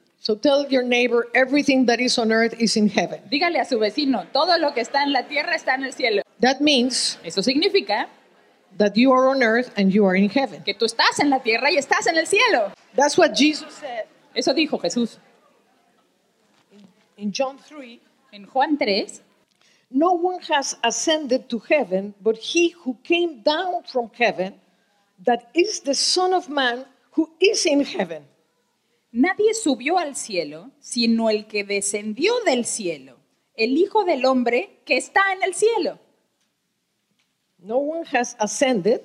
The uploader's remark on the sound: Was given during the 2023 Annual Conference in Jacksonville, Florida USA. Bilingual Message (English with Spanish Translation).